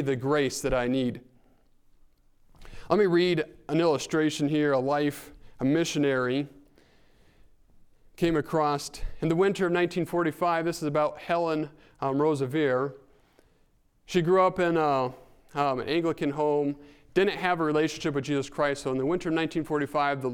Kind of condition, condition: setting, large echoing room